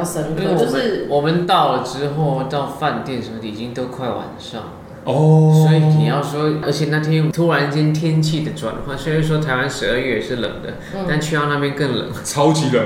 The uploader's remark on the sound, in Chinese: 台北東區酒吧內。錄音地點： Charlie's Sports Bar。